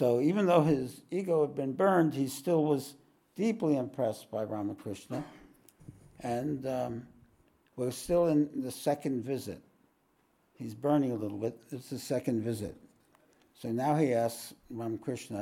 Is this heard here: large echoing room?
yes